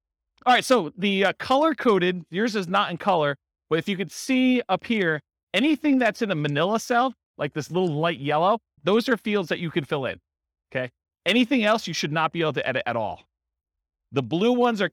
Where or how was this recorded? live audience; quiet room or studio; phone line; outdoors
live audience